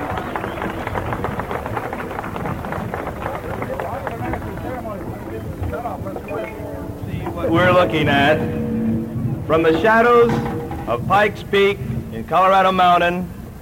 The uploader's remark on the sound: Live Dance Recording of the Santa Monica Jubilee in 1950